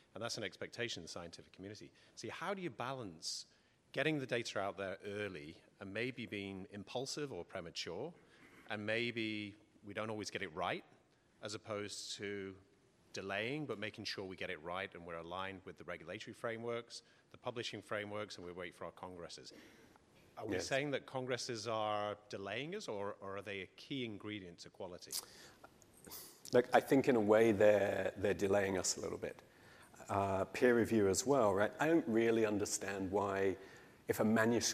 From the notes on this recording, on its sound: In this session recorded at CMO Summit 2022